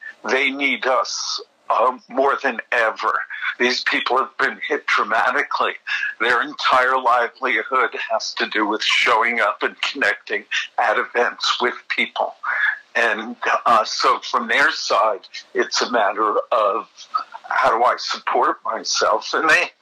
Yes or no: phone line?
yes